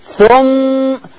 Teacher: ثم ما ايدي عشان انا فكيت الشفة قبل ما الصوت ينتهي ما فكش الشفة الا بعد انتهاء الصوت · Term: الغنة